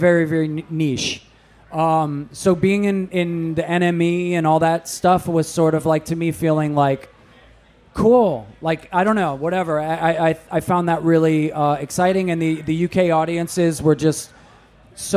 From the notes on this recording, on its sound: LIVE FROM OUTBREAK FEST 2022! We had these discussions in front of a live studio audience.